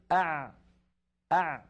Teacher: الحروف الخمسة التي المجموعة في لن عمر وهي الحروف بين الرخوة والشديدة زمنها فيه جريان، ولكن هذا الجريان ضئيل. فلما أقول أع أع زمن أع أطول من زمن أق، وأقصر من زمن أش أه أف